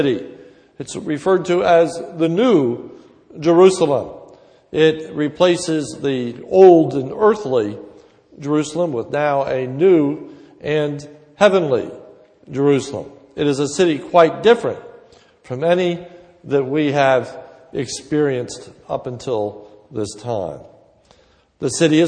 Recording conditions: large echoing room